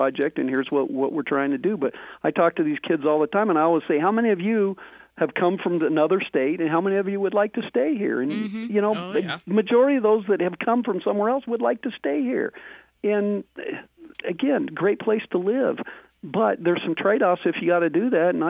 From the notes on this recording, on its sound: In this episode we are doing a phone interview.